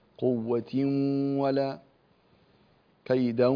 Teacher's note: الغنة تخرج من الخيشوم في الإدغام بغنة